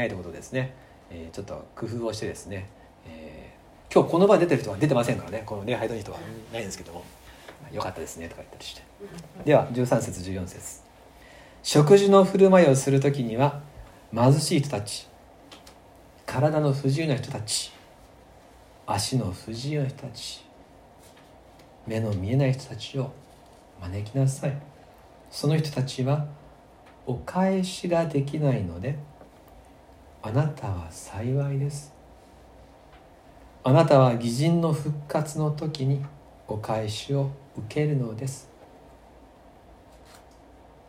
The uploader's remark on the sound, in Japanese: 2020/11/22吉備教会礼拝メッセージ録音